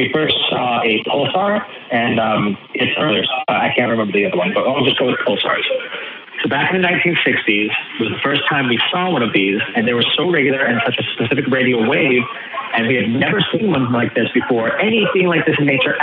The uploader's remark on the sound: The Atheist Experience is a weekly Internet television show based in Austin, Texas geared at a non-atheist audience. Every week we field live calls from atheists and believers alike, and you never know what you're going to get!